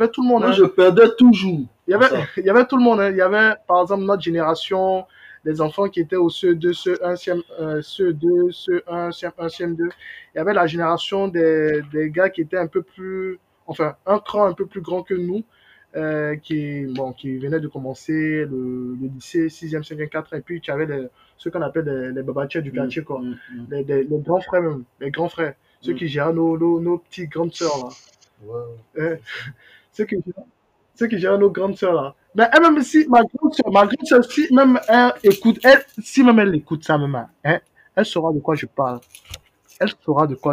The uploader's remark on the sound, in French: Ce podcast est enregistré à distance, veuillez-nous excuser pour la qualité du son.